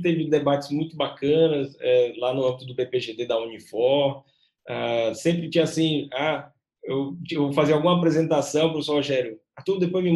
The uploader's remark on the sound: Na Faculdade Luciano Feijão, em Sobral (CE). Via Zoom.